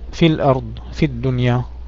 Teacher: الياء لا نلفظها، لماذا؟ لوجود الساكن بعدها فهي سقطت. في الدنيا لا نقول في الدنيا، في الأرض، تسقط. · Term: التقاء الساكنين